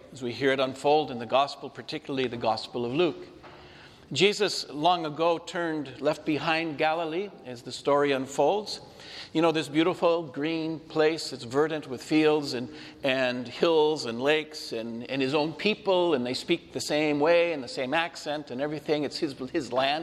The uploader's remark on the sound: This homily was shared at Sacred Heart Church, in Brewster, Washington